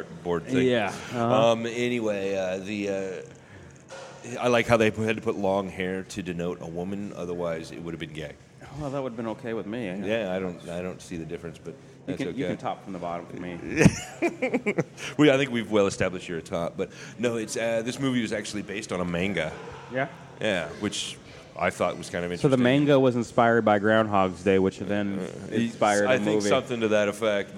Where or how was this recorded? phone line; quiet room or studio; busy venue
busy venue